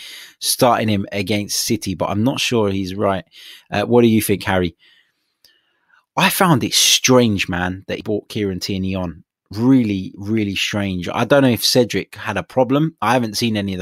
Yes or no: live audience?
no